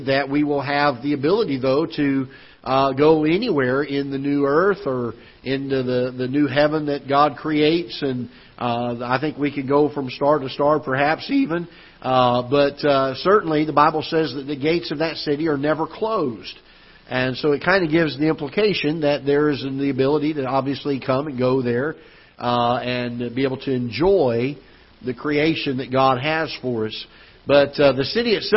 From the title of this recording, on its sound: Ketha Heights Baptist Church ~ Live Broadcast